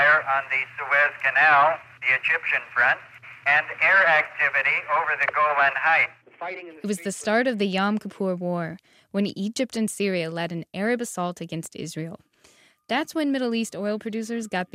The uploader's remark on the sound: As a student at Murray State University, where we caught up with him by phone.